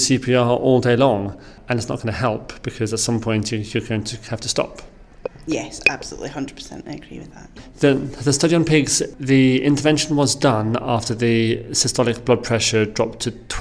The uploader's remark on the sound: At the 2023 PCCS conference in Edinburgh we chatted